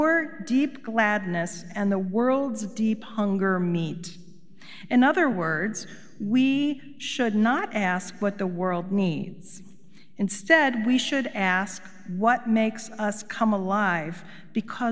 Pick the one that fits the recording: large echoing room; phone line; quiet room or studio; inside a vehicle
large echoing room